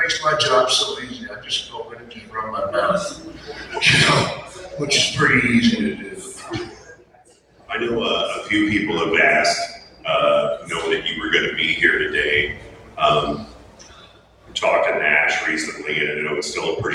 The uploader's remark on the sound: OHIO FAN FEST 2022 PANEL